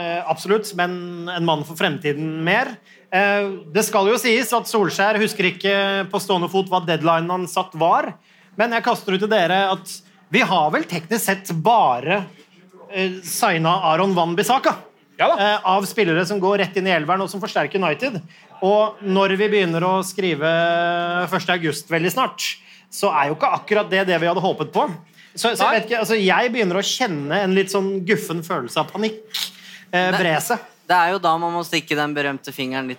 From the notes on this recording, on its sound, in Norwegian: satte vi oss ned foran publikum på puben Scotsman i Oslo